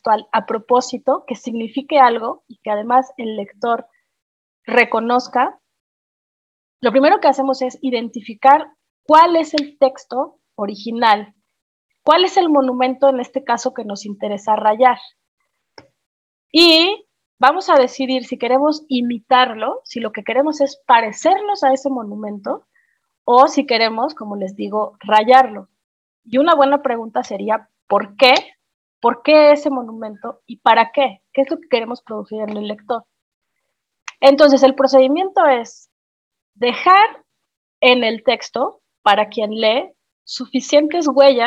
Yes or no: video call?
yes